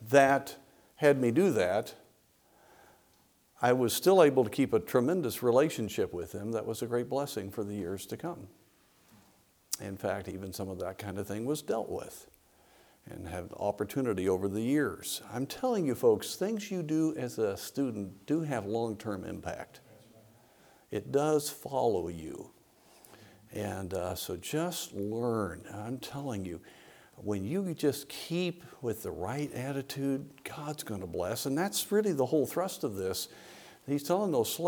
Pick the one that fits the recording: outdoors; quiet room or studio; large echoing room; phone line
large echoing room